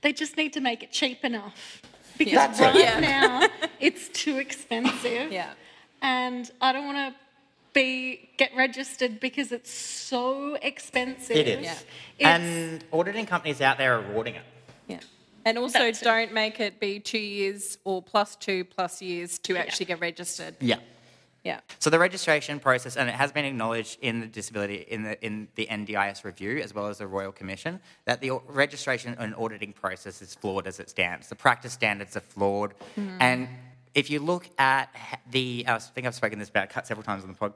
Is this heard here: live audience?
yes